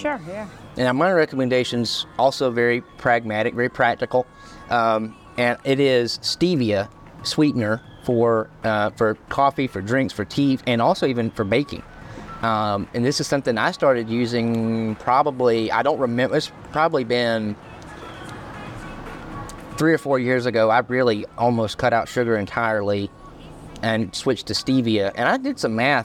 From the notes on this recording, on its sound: Today, we find ourselves outside Sweet Hut Bakery & Café in Kennesaw, Georgia! Lavalier microphone.